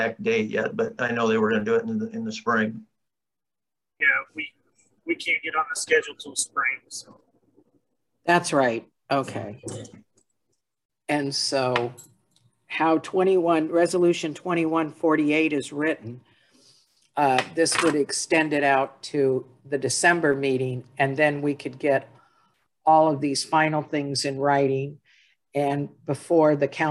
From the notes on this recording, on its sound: was held on Zoom due to the pandemic